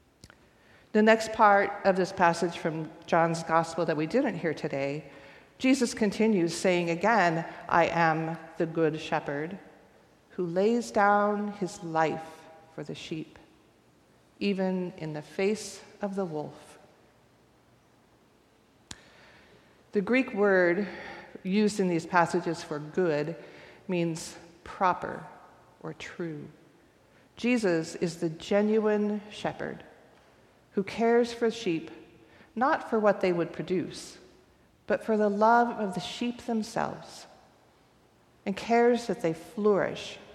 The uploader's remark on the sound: recorded live at the 10:00am service on Sunday, April 30th, 2023